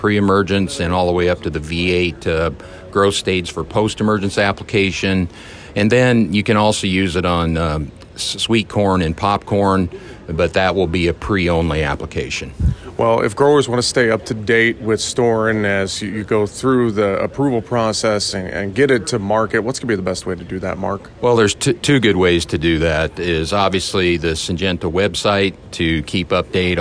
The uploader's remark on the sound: Commodity Classic 2023. On the trade show floor.